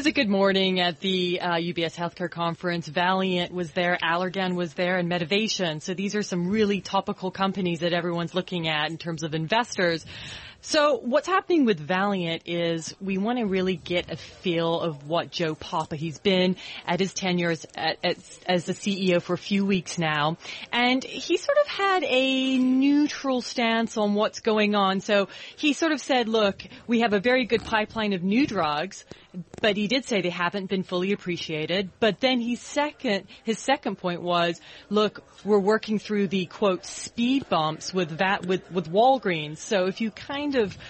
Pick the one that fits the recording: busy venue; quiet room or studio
busy venue